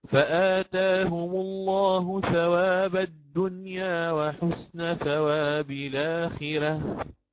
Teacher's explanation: يقرأ في الأول بقصر البدل مع فتح ذات الياء، ثم يوسط هذا البدل مع تقليل ذات الياء، ثم يشبع البدل مرة على فتح ذات الياء ومرة على تقليلها أو ذوات الياء إن شئتم بالجمع.